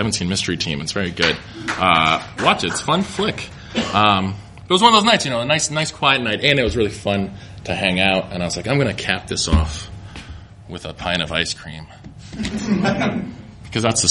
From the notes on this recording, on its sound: From the Chicago Nerd Comedy Festival! The fest was kind enough to let us record a Your Stories podcast there to cap off opening night, so we asked some of our favorite performers from across all three days of comedy to come share stories.